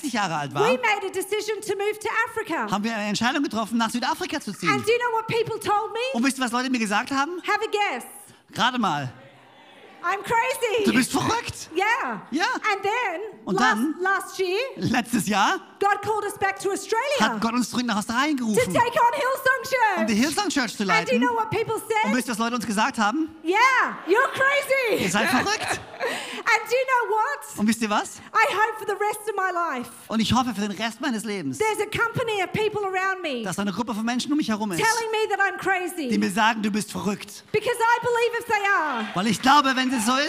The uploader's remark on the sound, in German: Bei uns in Konstanz. Predigt aus dem 12Uhr Gottesdienst.